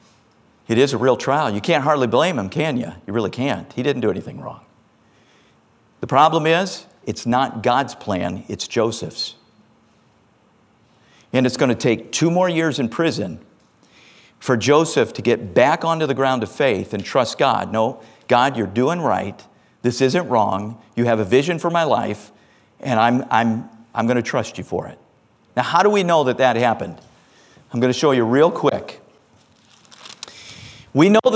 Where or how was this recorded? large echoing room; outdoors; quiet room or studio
large echoing room